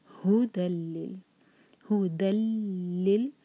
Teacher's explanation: جب ہا پڑھیں تو ہماری سانس کی آواز آنی چاہیے، سینے سے پڑھیں گے ہا کو